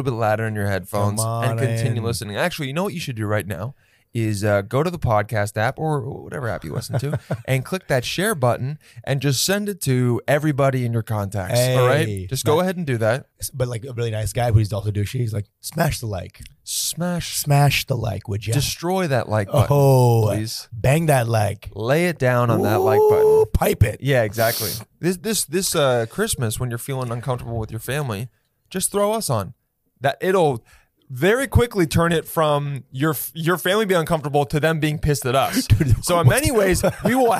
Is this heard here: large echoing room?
no